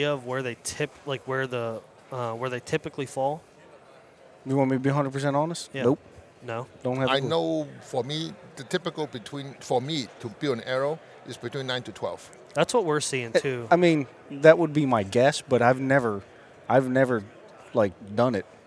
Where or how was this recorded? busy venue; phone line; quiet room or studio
busy venue